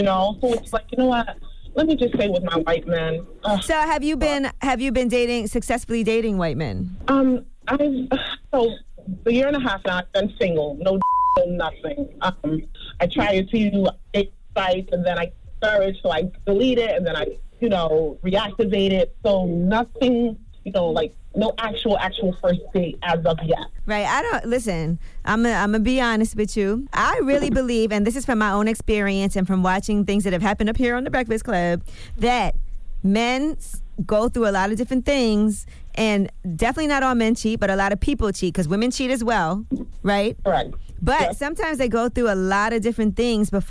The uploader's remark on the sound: We opened up the phone lines. We had our listeners call up.